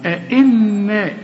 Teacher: اوعى تنسى الغنة، النون المشددة